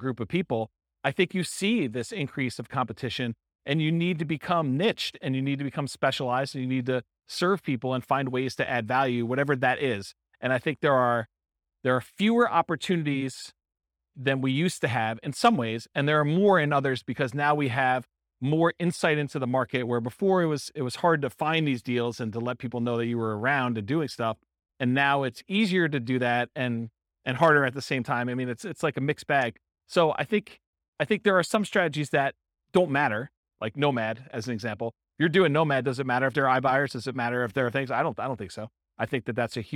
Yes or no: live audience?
yes